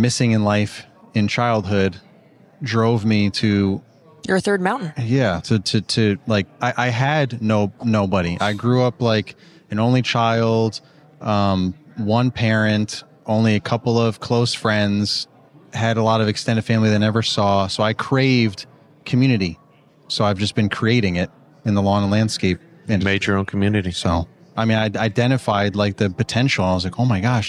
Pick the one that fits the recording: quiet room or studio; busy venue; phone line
busy venue